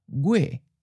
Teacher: So note that our last word, gui, which ends in an H, in a general southern accent, it may sound almost like a high falling